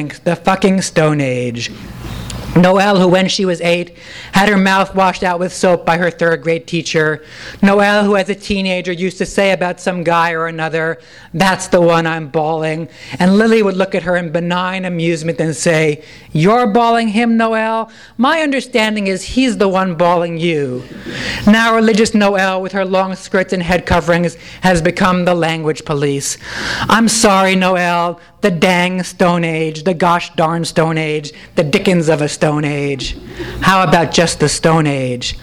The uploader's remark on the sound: THIS EVENT WAS RECORDED LIVE AT SKYLIGHT BOOKS JULY 16, 2012.